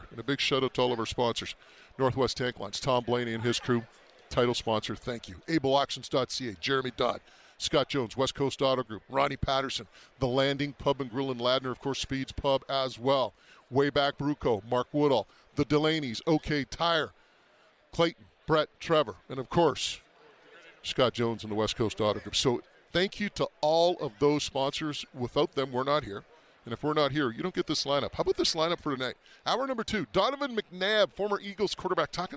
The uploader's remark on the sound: from Super Bowl 58 in Las Vegas - Day 3